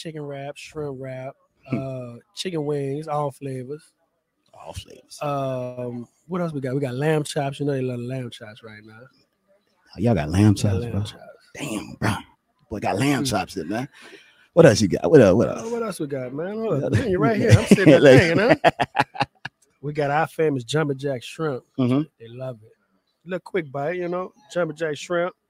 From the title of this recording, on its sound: We Outside! QRU Bar&Lounge